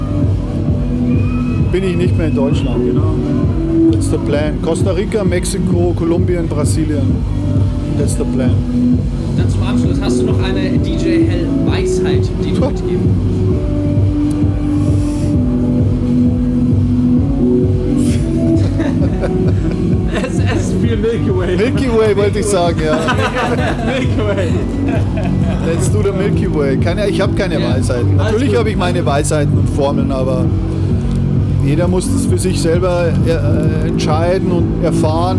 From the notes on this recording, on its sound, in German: Wir haben das Techno Urgestein auf dem Wilde Emma Festival in Nürnberg getroffen und uns kurz nach seinem Auftritt und einem Brathühnchen mit Pommes ein bisschen unterhalten.